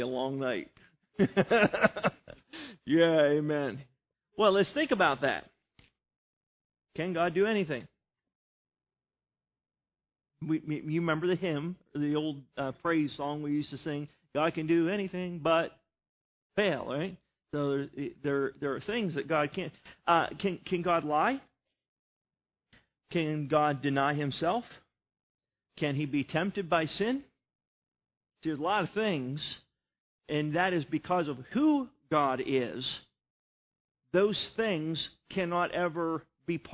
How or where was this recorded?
large echoing room